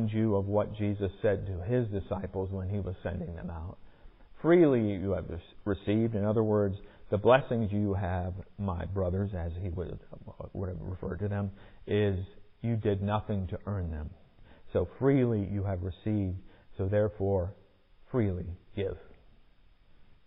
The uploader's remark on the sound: Recorded in the sanctuary of MPPC